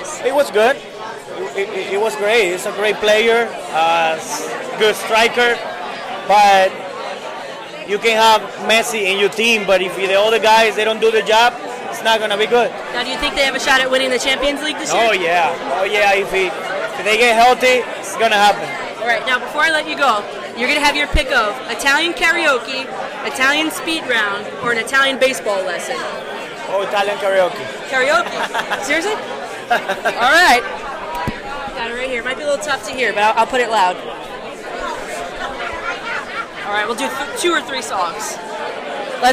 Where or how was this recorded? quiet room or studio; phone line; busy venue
busy venue